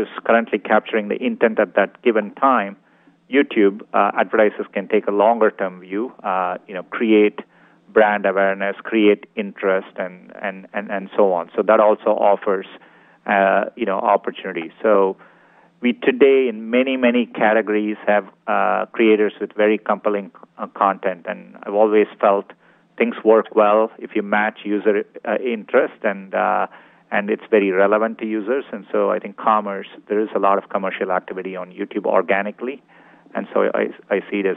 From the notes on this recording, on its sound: Earnings Call. Earnings Conference Call.